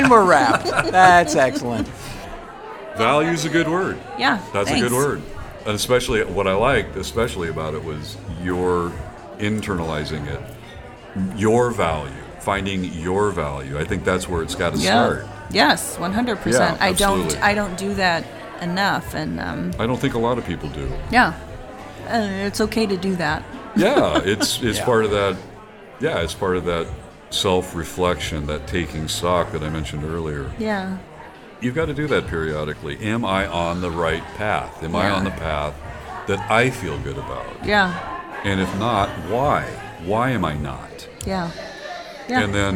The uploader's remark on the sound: Coming To You Live From Suicide Sally’s